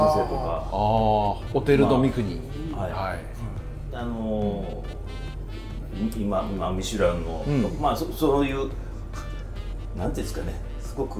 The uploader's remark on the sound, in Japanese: 曙橋の 【神戸ごはん 田中屋】 にて収録です。